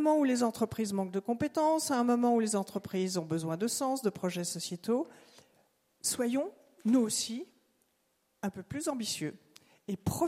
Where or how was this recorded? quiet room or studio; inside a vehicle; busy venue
busy venue